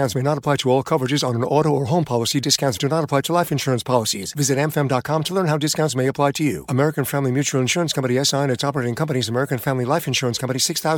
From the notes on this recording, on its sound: Joins the show on the Farm Bureau guest line talking football and beyond live in the BankPlus Studio.